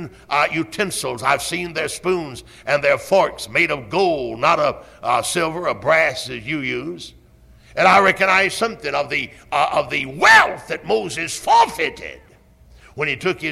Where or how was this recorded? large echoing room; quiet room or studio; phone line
large echoing room